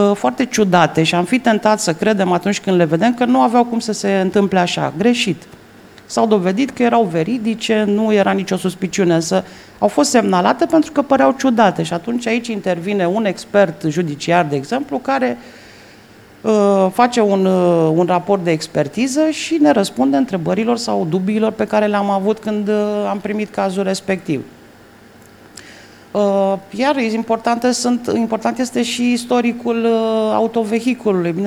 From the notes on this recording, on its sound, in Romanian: FRAUD SUMMIT 2021. Pe scena evenimentului, fizic și via Zoom.